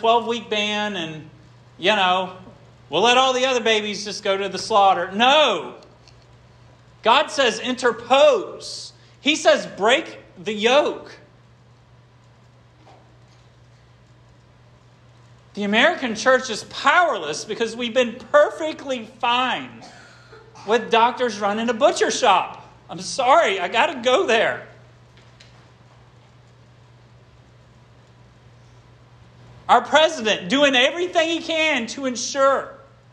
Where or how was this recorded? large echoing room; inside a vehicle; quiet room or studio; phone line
large echoing room